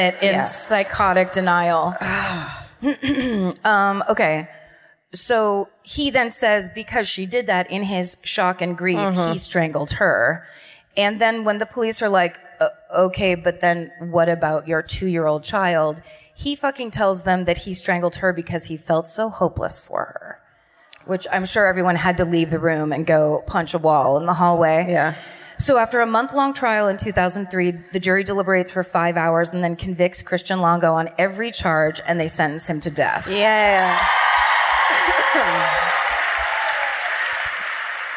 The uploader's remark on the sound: Live at the Arlene Schnitzer Concert Hall in Portland (2018)